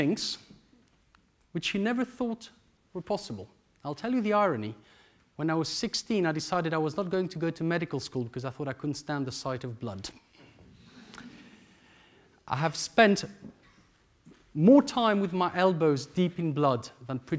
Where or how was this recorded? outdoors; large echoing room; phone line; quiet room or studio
large echoing room